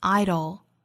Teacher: 美音更多会发成 idle，也就是弹舌音加舌侧音的组合